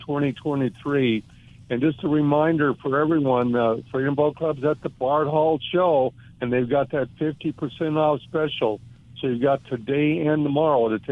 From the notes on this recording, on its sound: "LIVE" from Angel Stadium in Anaheim, CA.